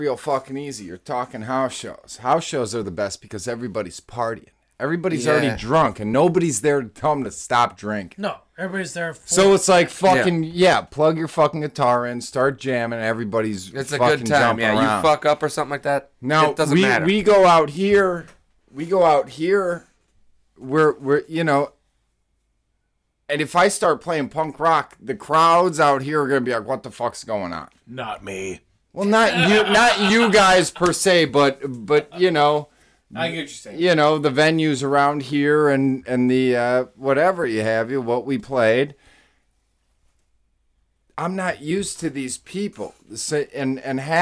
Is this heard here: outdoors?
no